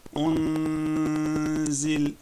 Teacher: مخرج النون ليس ملتصقا في طرف لسان كأنني سأنطق حرف الزاي فأقول هكذا أنزل تمام.